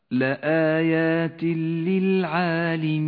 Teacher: التنوين وبعده حرف اللام، إدغام بلا غنة. أما التنوين فإنه لا يلفظ ولذلك لون بالرمادي، وأما اللام التي بعده فتشدد، تقرأ هكذا لآيات للعالمين، إدغام بلا غنة.